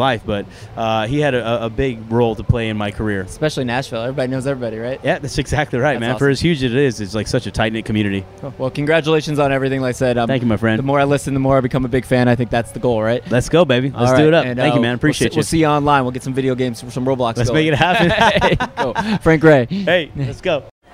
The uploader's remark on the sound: LIVE AT COUNTRY THUNDER